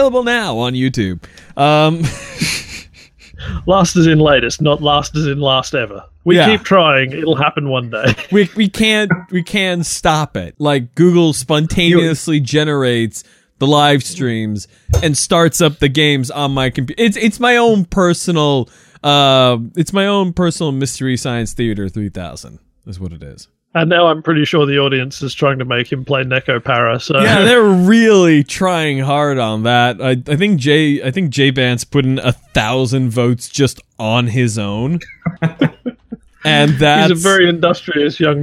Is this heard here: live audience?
no